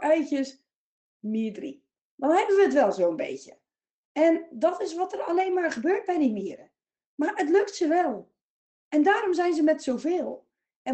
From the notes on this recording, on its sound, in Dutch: Geluid van opname wordt nog aan gewerkt.